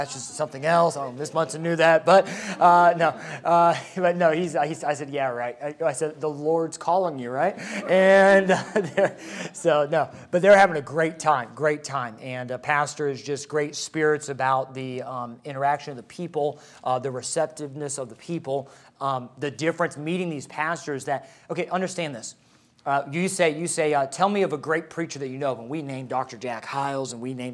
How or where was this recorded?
large echoing room